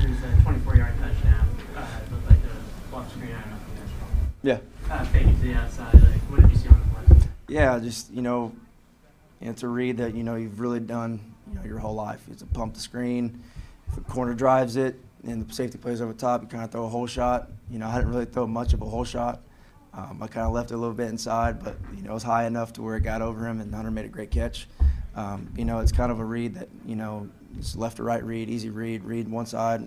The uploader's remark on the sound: addresses the media during his postgame press conference